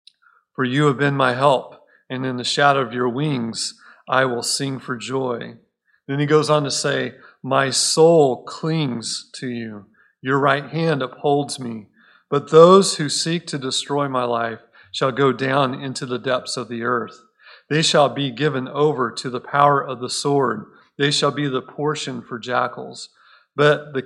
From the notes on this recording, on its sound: Recorded at Cornerstone Church in Mesa, AZ